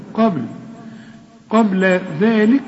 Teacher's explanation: طلع لسانك في الذال وبعد الذال في ألف علشان تمدها ألف كاملة